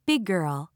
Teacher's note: When one word ends in a consonant sound and the next word begins with the same consonant sound, the two consonant sounds are blended or pronounced as one sound. There is no pause between the two words. · Term: Blending consonants